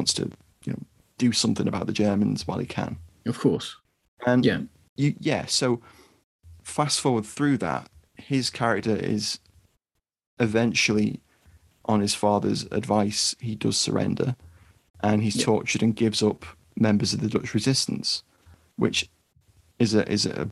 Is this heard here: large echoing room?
no